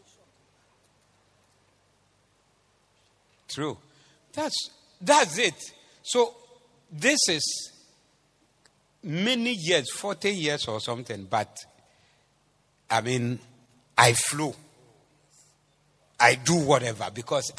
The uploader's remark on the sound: Preached at the Zeloo Service 07052023